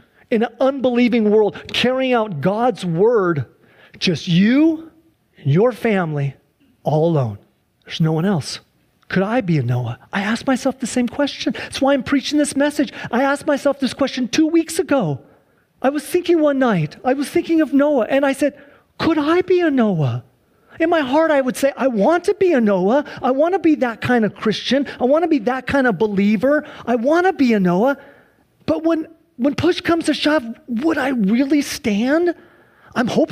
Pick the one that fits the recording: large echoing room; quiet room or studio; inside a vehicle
large echoing room